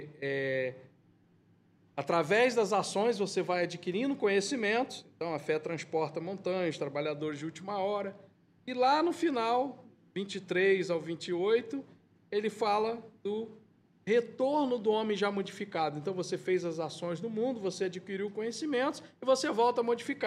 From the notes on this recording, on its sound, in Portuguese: Palestra ao Vivo.